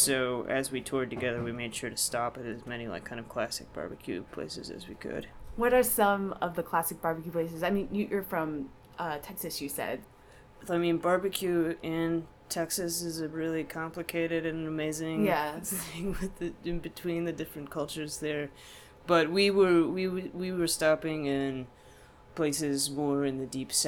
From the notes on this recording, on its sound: Recorded 6/20/2015 at the Sinclair in Cambridge, MA.